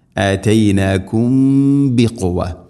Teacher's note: ساكنة ميمിന് ശേഷം ബ ഇഖ്ഫ ഷഫവി, അവിടെ മണിച്ചുകൊണ്ട് ഉച്ചരിക്കണം